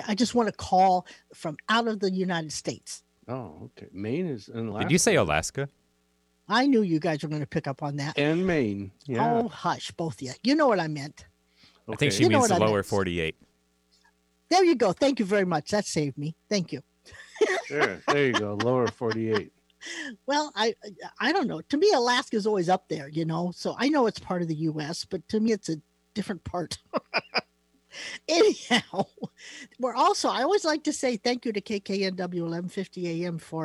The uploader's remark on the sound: Call In Readings